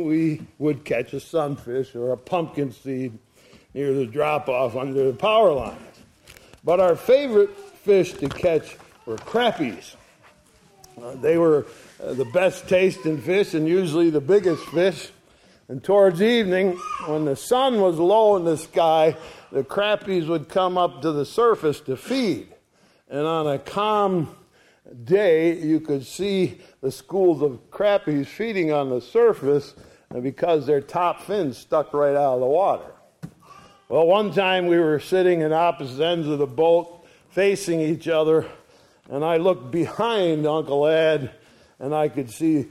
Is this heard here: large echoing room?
yes